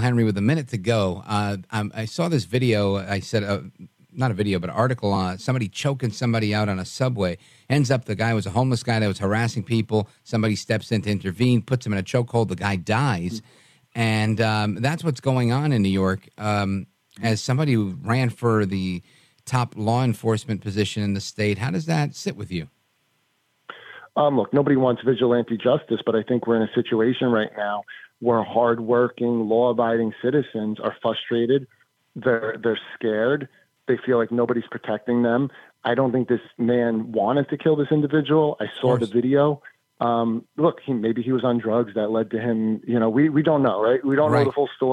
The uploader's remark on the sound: we take your calls in open phones across America